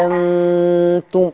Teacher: الابدال يعني تمدي الف ستة. هانتم قولي كده.